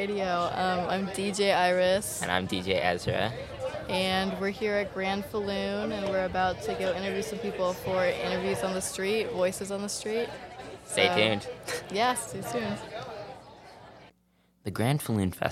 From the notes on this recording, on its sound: Public opinion polls in the streets of Bloomington produced by WFHB’s Youth Radio.